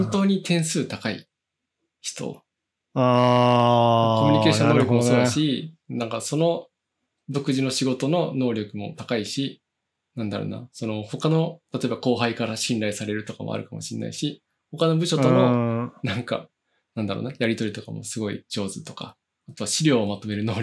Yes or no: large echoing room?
no